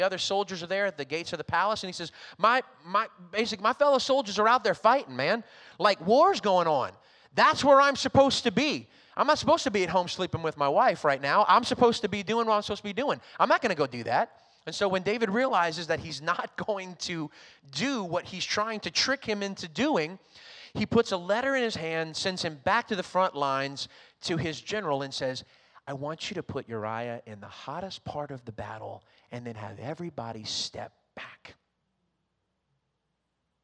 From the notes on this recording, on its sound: recorded on Sunday, August 1st, 2021, during service at The Anchor Church in Rockport, Maine.